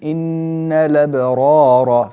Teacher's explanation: فخم الراء، هذه ليس فيها يعني تقليل ولا ترقيق